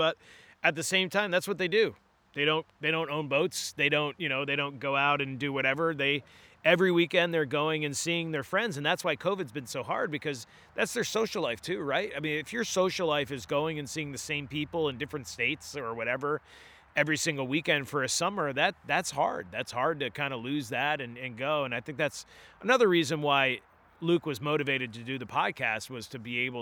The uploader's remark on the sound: head out into the woods of Buxton, Maine